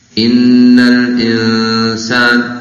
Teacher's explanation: Innal insan, nun mati ketemu sin. Ikhfa. Jadi disamarkan, disembunyikan.